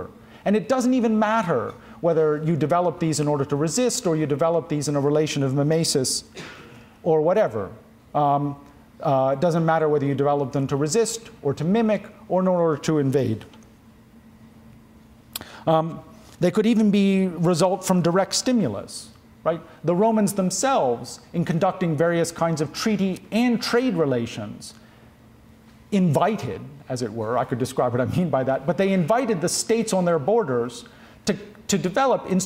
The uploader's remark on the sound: This audio recording was originally presented as an illustrated lecture.